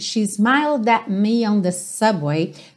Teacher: Mas uma das características que acontecem com alguma frequência é nesses T's, por exemplo, que é uma consoante oclusiva, que vem depois de uma vogal, at, você, ao invés de fazer o T, você corta essa vogal abruptamente